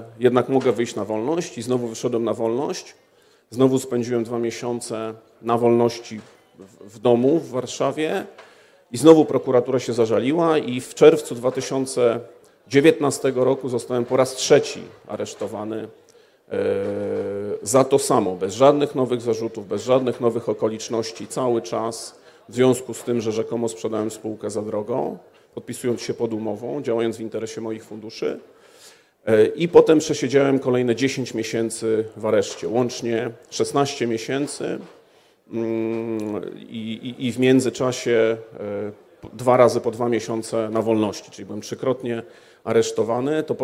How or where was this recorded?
live audience